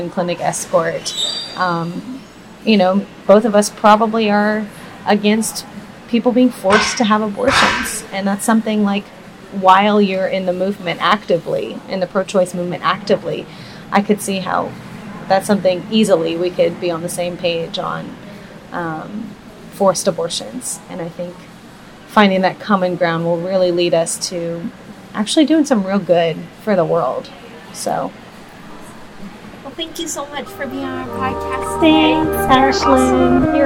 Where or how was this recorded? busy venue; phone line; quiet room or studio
busy venue